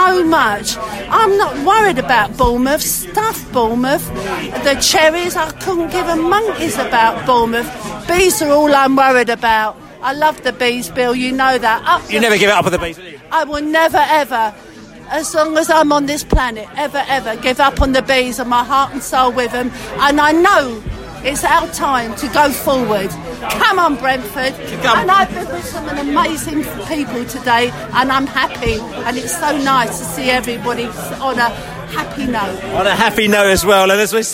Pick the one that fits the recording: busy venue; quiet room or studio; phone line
busy venue